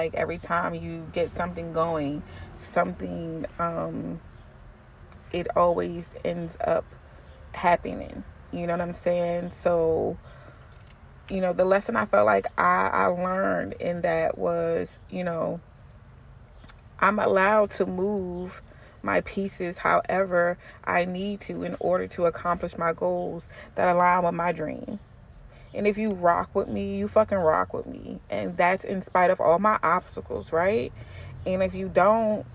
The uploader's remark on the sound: This spring weather and me recording outside don’t mix